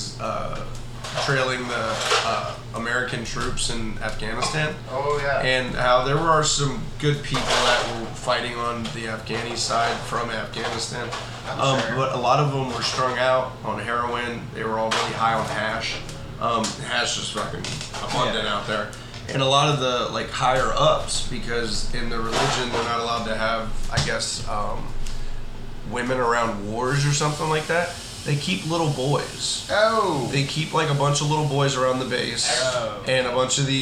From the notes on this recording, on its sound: Despite recording technical difficulties